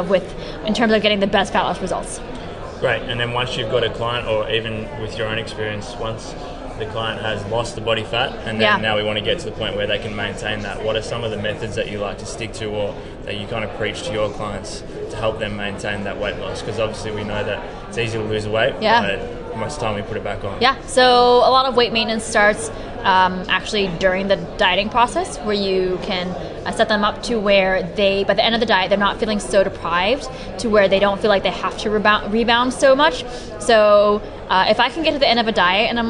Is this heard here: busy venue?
yes